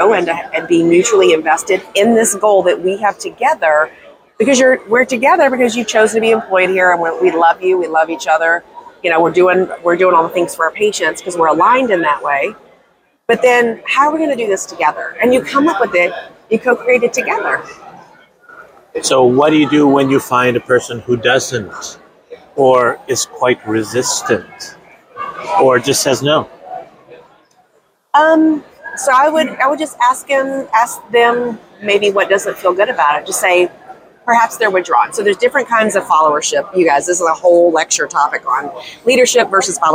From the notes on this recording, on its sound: live at ADA Smilecon 2022